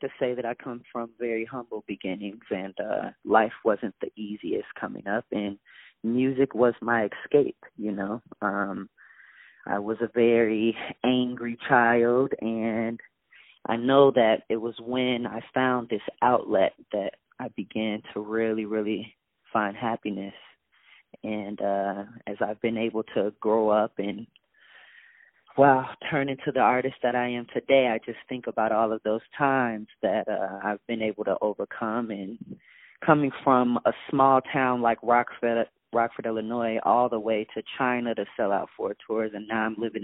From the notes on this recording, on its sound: On the phone